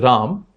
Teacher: because of schwa deletion phenomenon in a lot of northern and western Indian languages, it's ubiquitously pronounced as Ram